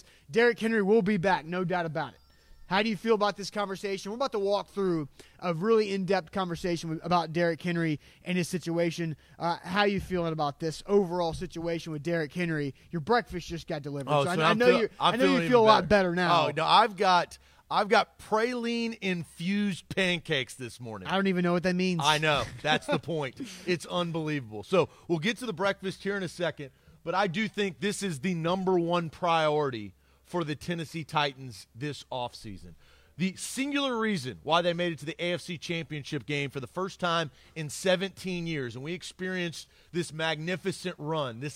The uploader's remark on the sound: LIVE from Nash House Southern Spoon & Saloon